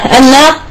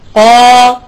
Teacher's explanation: أنا هذه زمن حركة واحدة، أما قا فهي زمن حركتين، يعني ألف التي ننطقها قا.